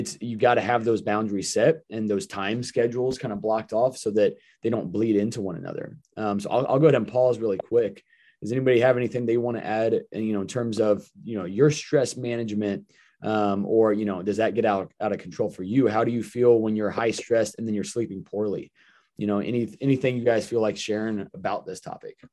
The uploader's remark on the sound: Today's episode is a pre-recorded zoom call with the Thriving Lives Community.